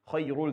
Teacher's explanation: There's no ghunna between the tanween and the lam. So you go from the ra immediately right into the lam. ذَلِكَ خَيْرٌ خَيْرٌ There's no noon.